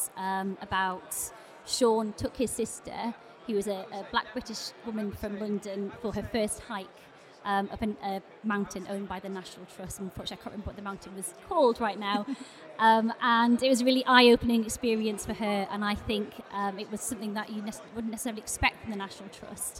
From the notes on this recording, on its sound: Live In London. At The Podcast Show in London.